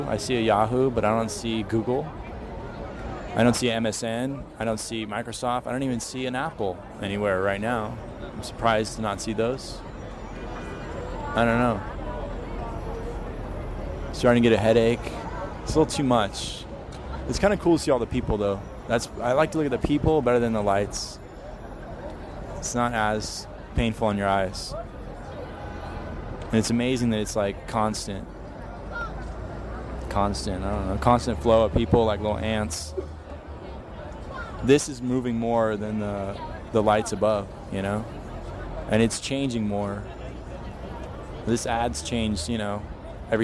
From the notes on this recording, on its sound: while recording at Times Square in New York City.